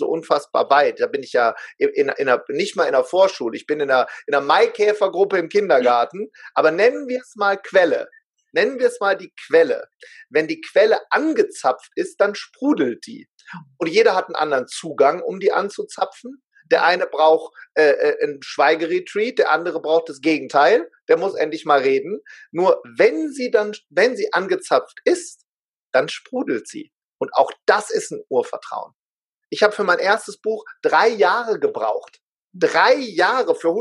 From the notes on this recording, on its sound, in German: er war live und in Farbe mit mir im Zoom